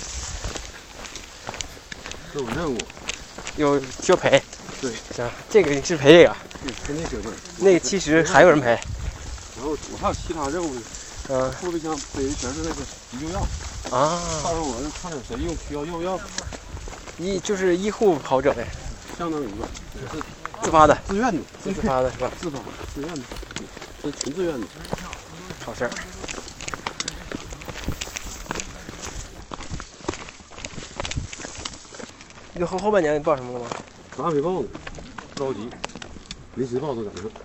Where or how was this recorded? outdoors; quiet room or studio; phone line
outdoors